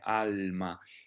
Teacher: in this case, the L is also rather long, and we can hear it very well. This is one of many cases where voiced consonants like L, M, N, and R, when they're followed by another consonant, can be pronounced generously and rather long.